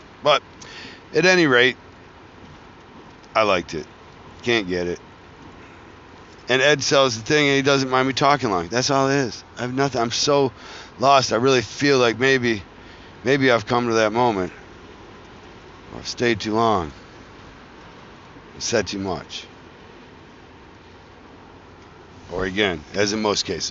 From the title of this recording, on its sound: traveling home from Philadelphia Tattoo Festival